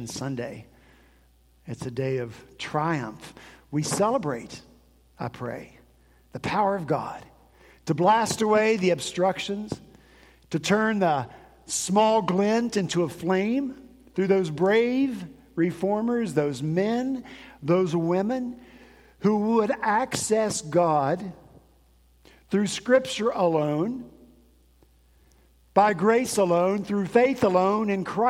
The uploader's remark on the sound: At Redeemer Presbyterian Church in Charleston, SC